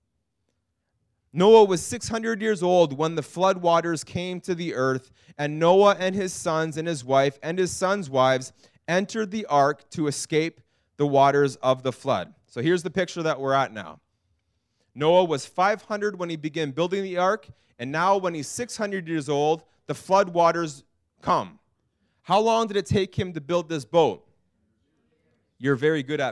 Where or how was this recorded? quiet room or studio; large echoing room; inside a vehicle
large echoing room